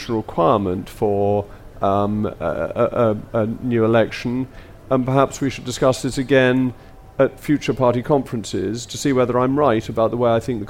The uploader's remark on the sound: Live from CPC